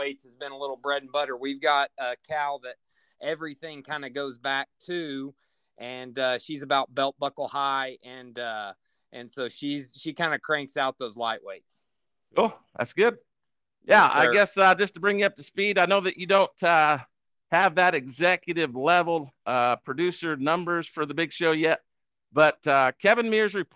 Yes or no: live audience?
no